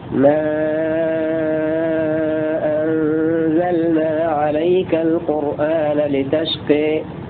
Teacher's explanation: قراءة حمزة بالمد المشبع مع الإمالة